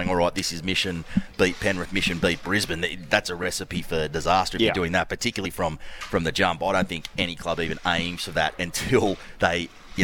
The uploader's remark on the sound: LIVE from Wollongong Golf Club